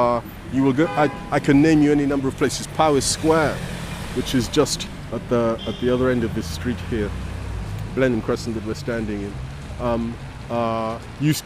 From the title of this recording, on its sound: A Political Walk in North Kensington, London